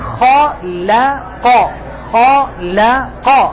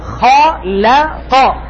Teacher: أنا أريد أن أفخم الخاء أرقق اللام أفخم القاف · Shown in: second take